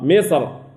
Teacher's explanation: قال أليس لي ملك مصر، أليس لي ملك مصر في الوقف، في الوقف الراء ساكنة وقبلها السكون لكنه مفخم · Term: يفخم الراء